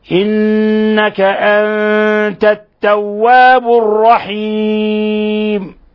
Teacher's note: أنت نون ساكنة جاء بعدها التاء، الحكم التجويدي إخفاء حقيقي لأن التاء من حروف الإخفاء الحقيقي.